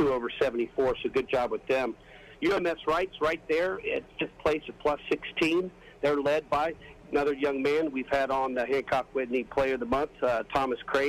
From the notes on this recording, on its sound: LIVE From Terry Thompson Chevrolet